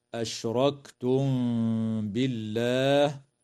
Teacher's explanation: وترقق اللام في اسم الله لوقوعها بعد كسرة